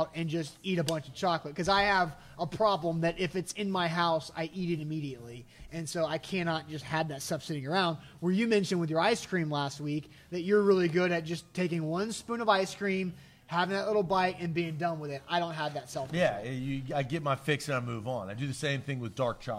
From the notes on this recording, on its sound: LIVE from Manduu Nashville in Brentwood!